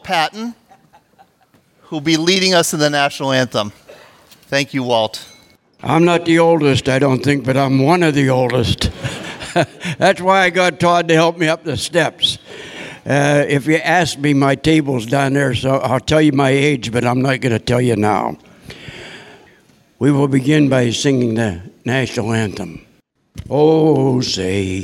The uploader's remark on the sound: recorded live on March 29, 2016 at Christ United Methodist Church in Bethel Park, Pennsylvania.